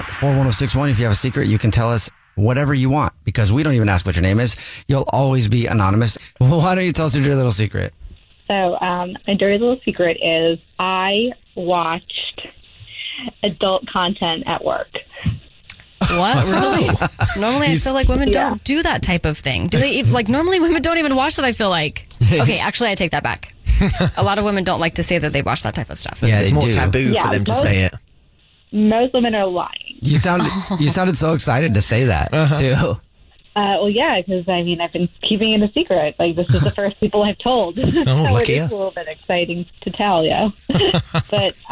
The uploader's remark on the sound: one of your coworkers may be on the phone